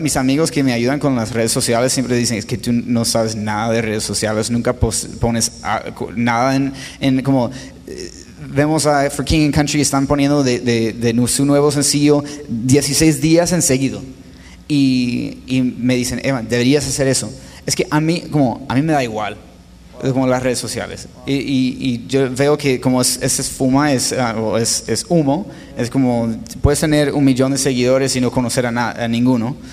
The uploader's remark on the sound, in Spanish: La cual grabamos en vivo durante la Conferencia de Un Corazón 2018 en Ciudad Juárez. Con la audiencia presente en el auditorio se generó una atmósfera totalmente distinta para la conversación.